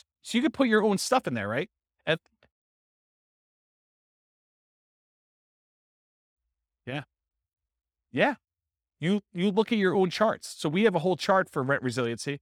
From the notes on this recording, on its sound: This was a live class recorded